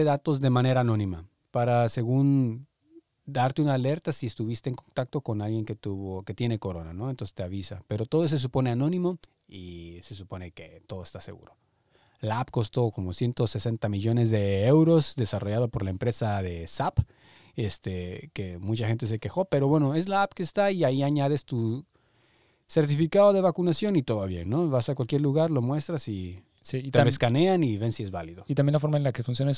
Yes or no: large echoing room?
no